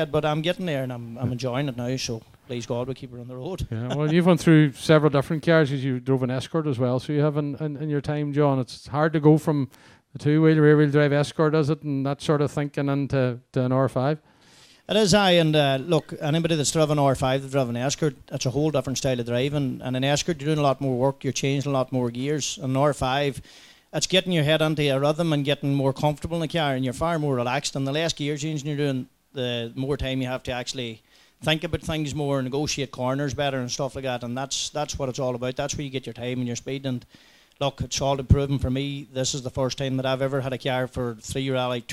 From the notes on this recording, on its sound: Live from St Eunan's GAA club, organised by Ronhill Rallying in aid of the Letterkenny Community Creche.